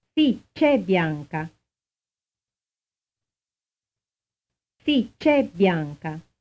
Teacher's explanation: the consonant immediately following C is strongly pronounced